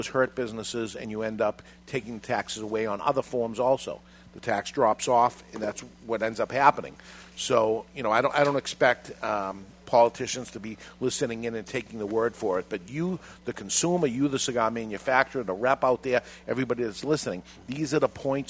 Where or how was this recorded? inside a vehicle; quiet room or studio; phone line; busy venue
busy venue